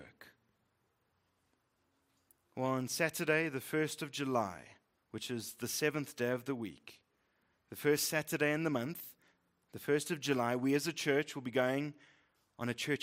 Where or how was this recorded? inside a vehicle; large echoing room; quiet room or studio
large echoing room